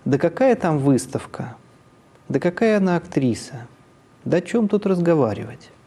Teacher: И, наконец, последняя интонационная конструкция – ИК-7. На гласном центре тон резко повышается, и гласный заканчивается смычкой голосовых связок. Это отличает ИК-7 от ИК-3.